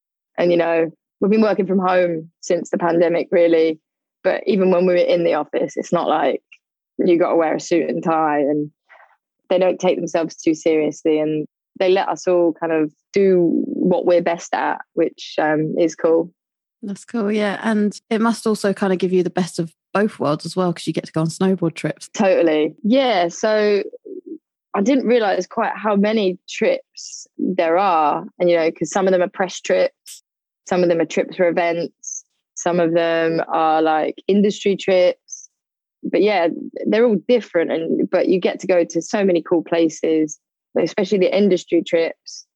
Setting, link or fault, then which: link, video call